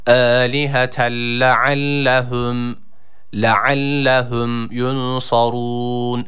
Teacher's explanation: Boğazımızı sıkıyoruz. Boğaz harfi olan ayn harfini çıkarmaya çalışıyoruz.